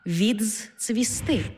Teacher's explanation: У слові «відцвісти» «д» переходить у «дз-ц», «відцвісти».